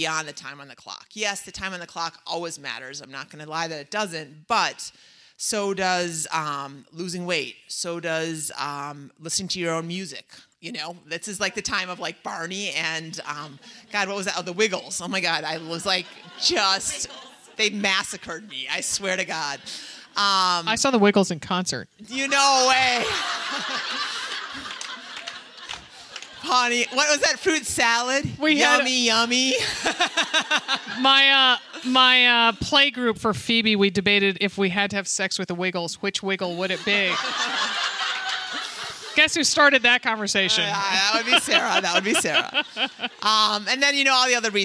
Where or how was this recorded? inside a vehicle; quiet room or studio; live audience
live audience